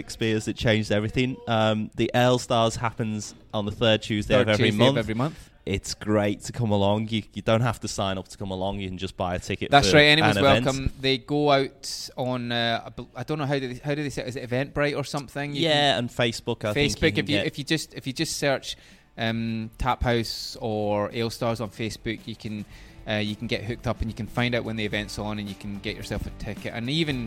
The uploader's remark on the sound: The episode was recorded at The Local Taphouse, St Kilda, VIC.